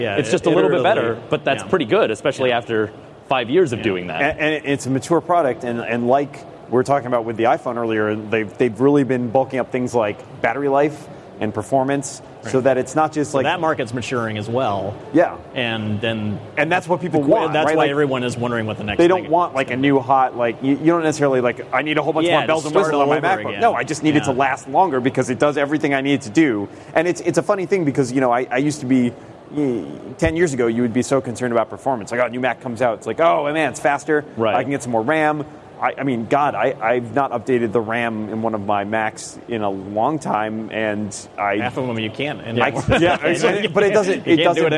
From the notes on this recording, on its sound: Recorded live on March 28, 2014 at Macworld/iWorld 2014 in San Francisco, CA.